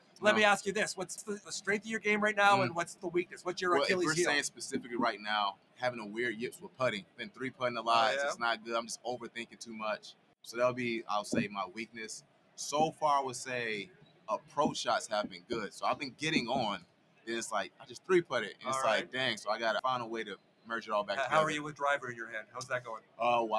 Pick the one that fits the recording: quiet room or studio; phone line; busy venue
busy venue